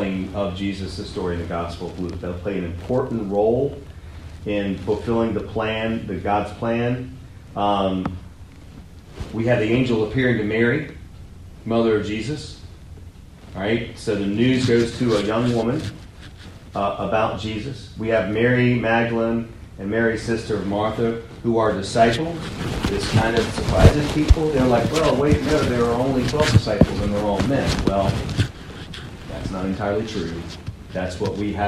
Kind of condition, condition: fault, poor sound quality